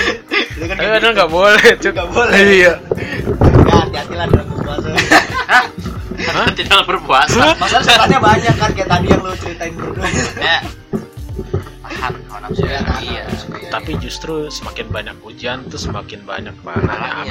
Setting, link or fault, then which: fault, background noise